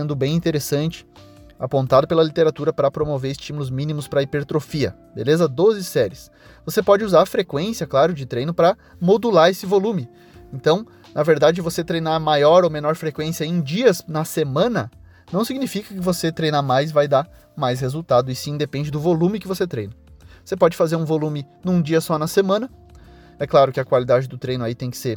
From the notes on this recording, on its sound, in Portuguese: Relembrando os velhos tempos gravando um episódio dentro do carro